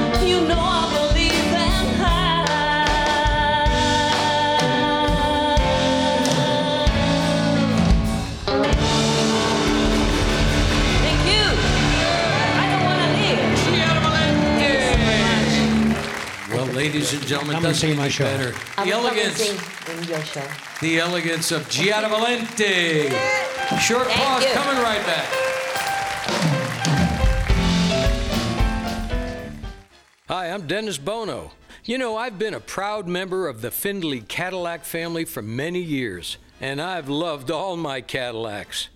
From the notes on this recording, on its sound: Live at the SouthPoint Casino